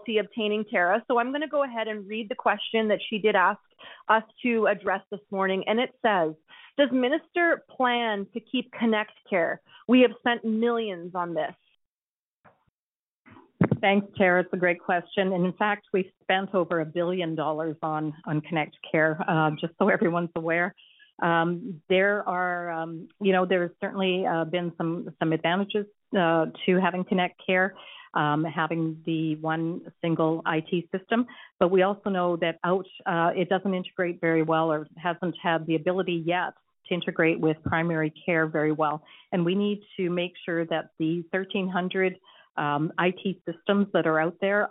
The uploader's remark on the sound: Health care professionals participated in a telephone town hall.